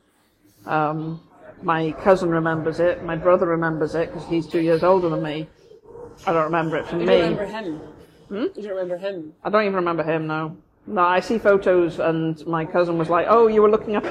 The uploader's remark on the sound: Please note these episodes are recorded chats in Starbucks so may have more background noise than a usual podcast.